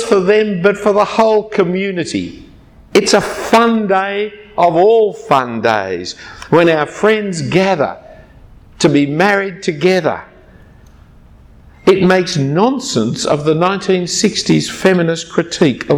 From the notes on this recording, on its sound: given at a conference on Relationships 2014 at Adam Road Church in Singapore